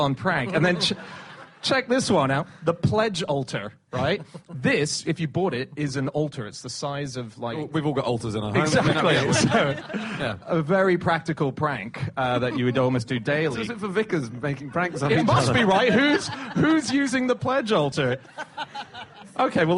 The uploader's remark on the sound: Live from The Edinburgh Festival